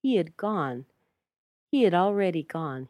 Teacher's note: remove the H, put a schwa, we get ud